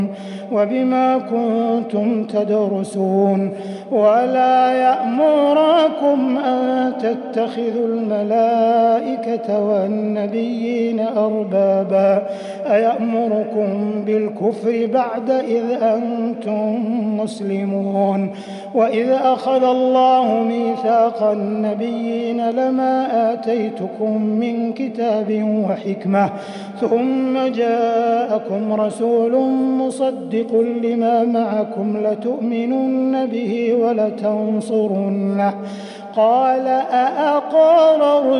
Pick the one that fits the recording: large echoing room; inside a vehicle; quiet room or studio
large echoing room